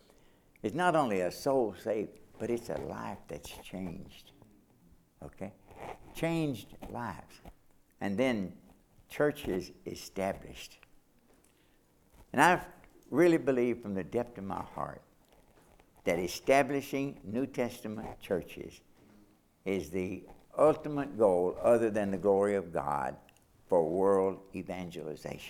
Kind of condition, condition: setting, large echoing room